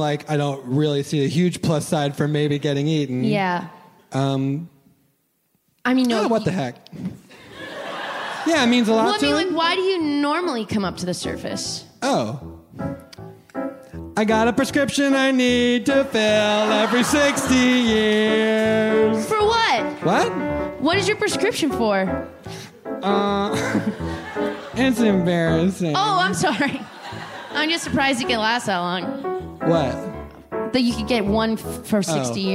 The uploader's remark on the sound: OFF BOOK Live! From the REACH Festival at the Kennedy Center. With a performance of the brand new musical.